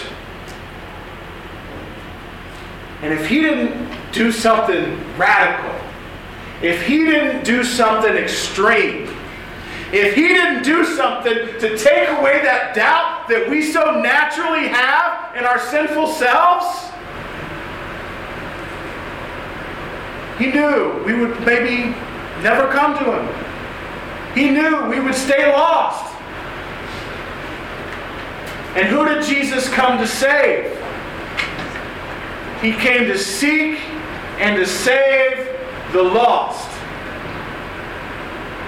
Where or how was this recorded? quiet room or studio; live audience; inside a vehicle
live audience